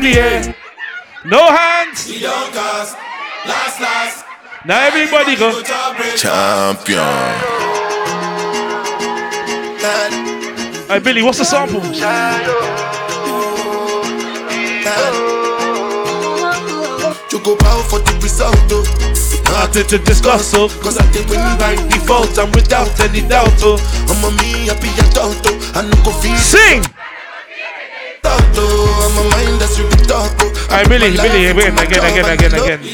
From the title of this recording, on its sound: Live Set From Sika Brunch Party